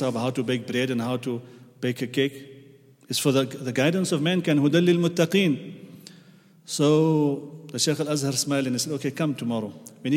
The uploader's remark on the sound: at the Houghton Masjid (West Street)